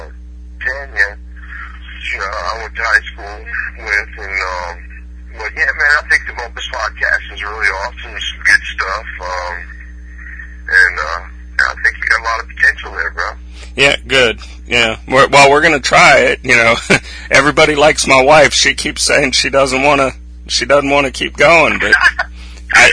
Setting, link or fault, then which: link, phone line